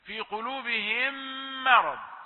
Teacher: ميم دخلت مع الميم، أدغمت في الميم · Term: إدغام المثلين